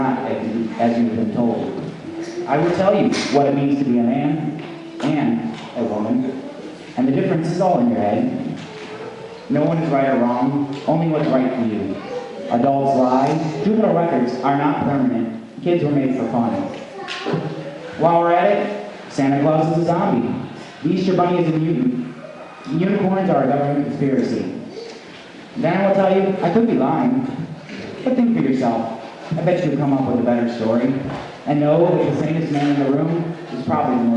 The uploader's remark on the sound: Open Mic Night at the Harbor Playhouse Theatre in Ashtabula, OH.